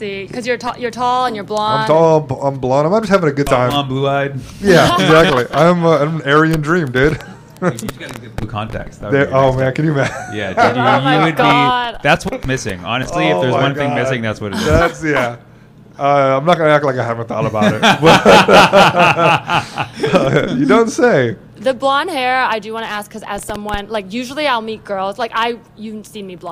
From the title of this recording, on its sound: Live from NACA St. Paul